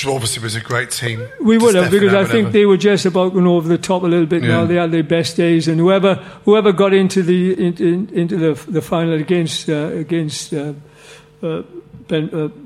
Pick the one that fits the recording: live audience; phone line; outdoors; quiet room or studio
live audience